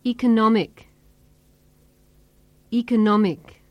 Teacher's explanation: Economic has four syllables, and the third syllable is stressed most. The vowel in the second syllable is reduced to a.